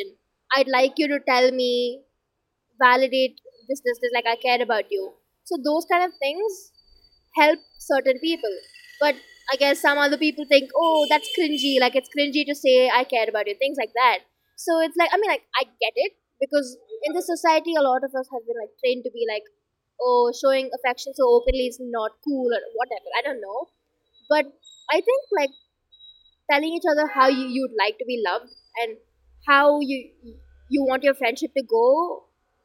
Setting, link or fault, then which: fault, background noise